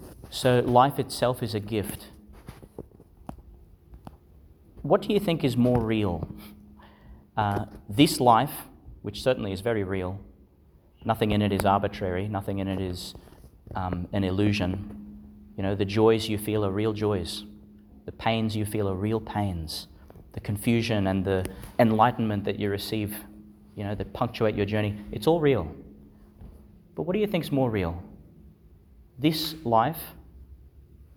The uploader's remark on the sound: delivered in Our Lady Star of the Sea Church, Gladston, Qld.